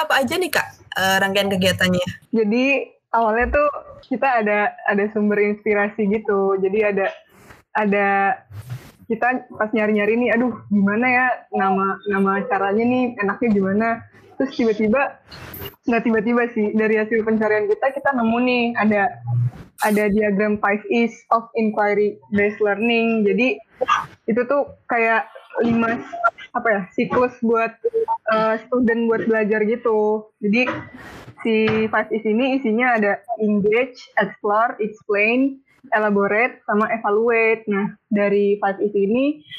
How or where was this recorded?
video call